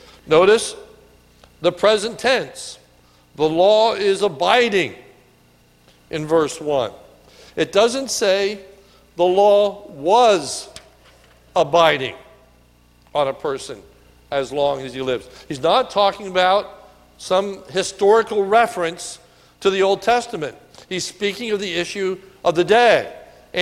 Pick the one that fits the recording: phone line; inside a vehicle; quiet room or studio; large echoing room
large echoing room